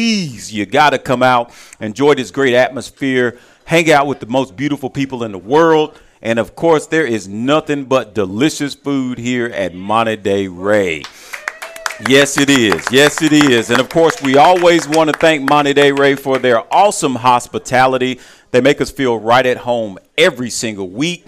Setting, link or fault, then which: setting, busy venue